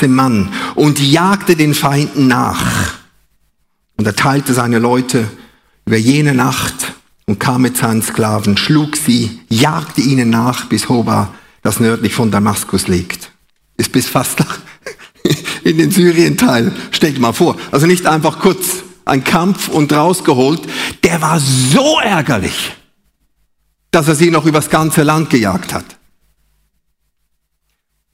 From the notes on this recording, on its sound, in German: Live aus Winterthur der Dienstagsgottesdienst